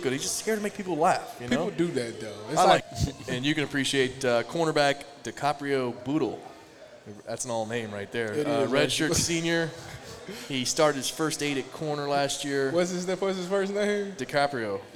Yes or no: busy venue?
yes